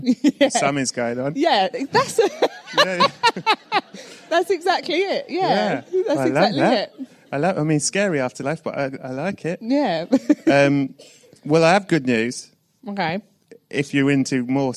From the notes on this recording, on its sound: This one was recorded LIVE on location at the BFI, at the Southbank in London - were you there?